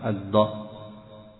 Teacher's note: فإذا نطقت الدال بتفخيم فقلت الض قربت من الطاء